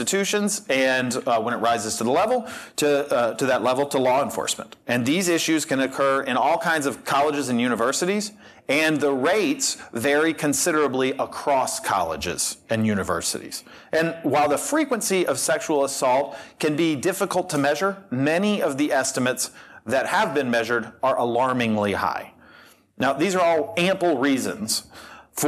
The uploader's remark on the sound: a debate that took place live at AEI